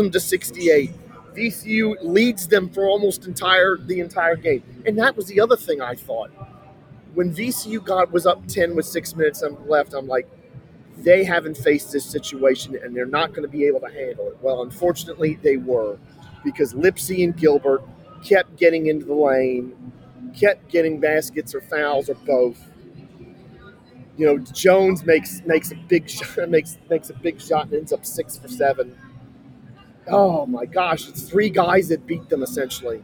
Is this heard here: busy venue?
yes